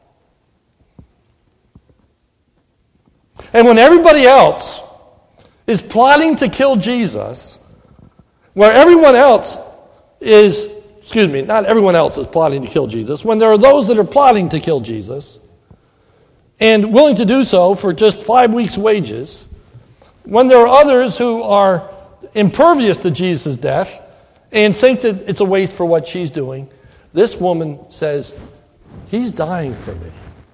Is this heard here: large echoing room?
yes